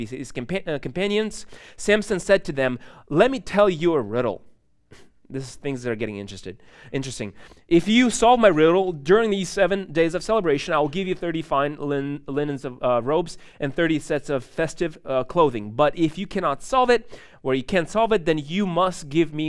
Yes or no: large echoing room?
yes